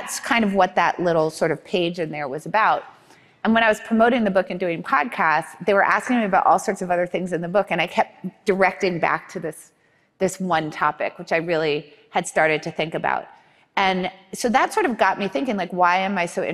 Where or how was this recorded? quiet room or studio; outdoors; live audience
live audience